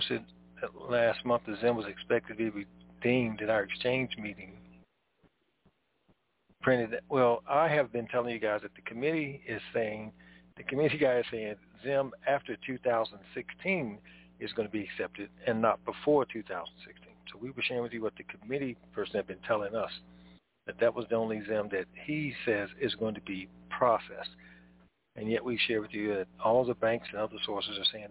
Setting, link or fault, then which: link, phone line